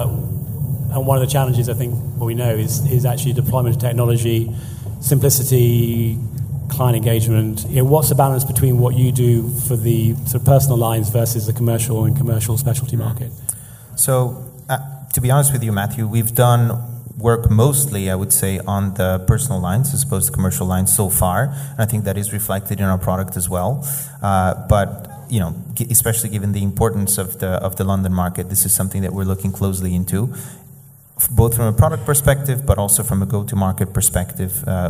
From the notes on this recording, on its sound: the highlights from the first half of the event